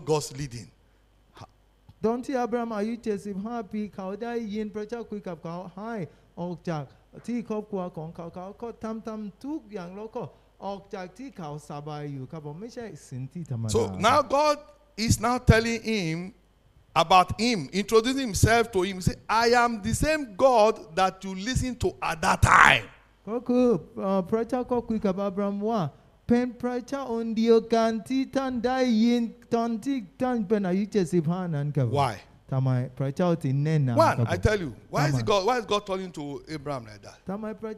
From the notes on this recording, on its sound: This sermon was Preached Live. With Thai Translation.